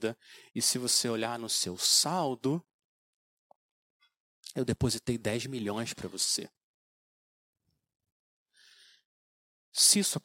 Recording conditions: large echoing room